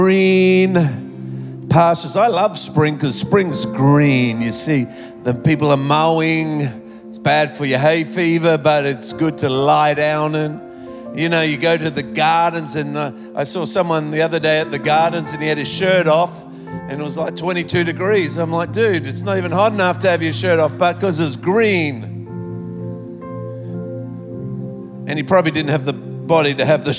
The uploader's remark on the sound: Recorded live at Planetshakers Church (Melbourne).